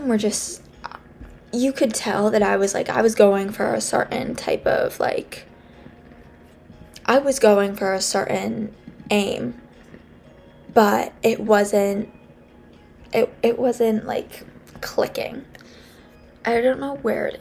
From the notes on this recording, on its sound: I'm so sorry about the music in the background